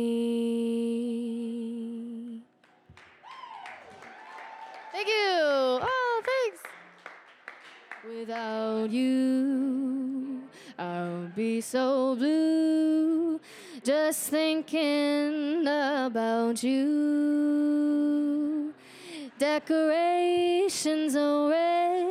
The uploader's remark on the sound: Live Christmas Gala Coffeehouse!